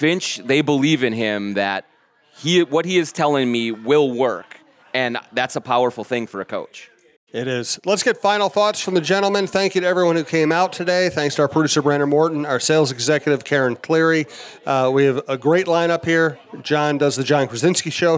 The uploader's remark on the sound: Live at Tuttles Eat Bowl Play in Hopkins